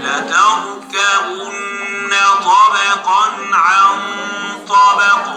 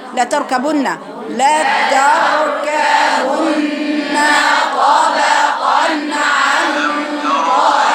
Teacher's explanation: خلي بالك في صوت الطاء هتيها فوق عن سقف الحنك، مطبقة فيها اطباق